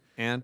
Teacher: And I have the same vowel for ah, cot, and ant.